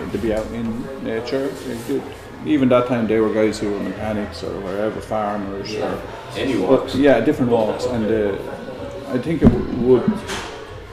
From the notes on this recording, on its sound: This podcast was recorded in the High Cross Inn, Moone, Co. Kildare during Christmas 2023.